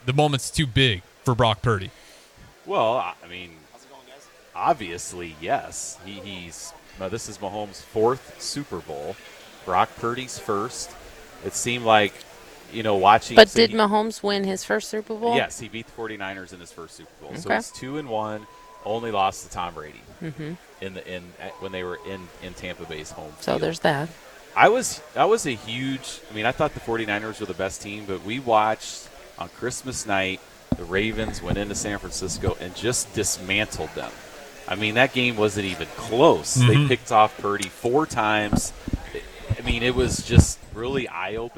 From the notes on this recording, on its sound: LIVE from the Home & Garden Show